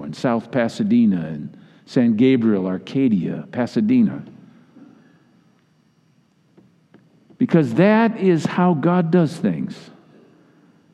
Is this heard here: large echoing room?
yes